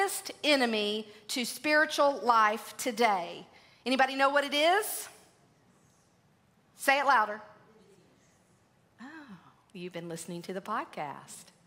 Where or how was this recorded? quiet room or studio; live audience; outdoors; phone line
live audience